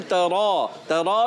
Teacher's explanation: ترى میں را کو آپ نے تھوڑا اور پر کر کے ادا کرنا ہے